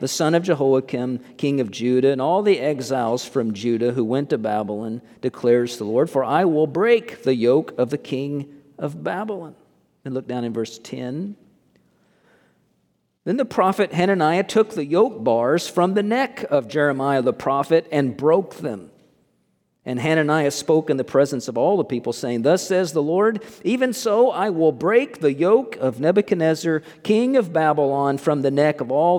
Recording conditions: large echoing room